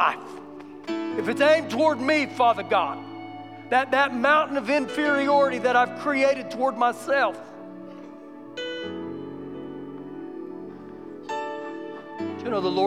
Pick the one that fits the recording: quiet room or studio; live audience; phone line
live audience